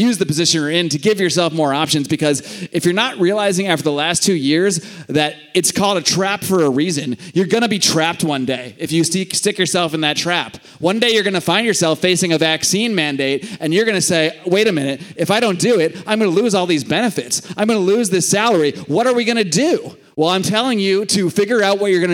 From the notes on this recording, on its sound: a live podcast he recorded this weekend at YAL Rev '22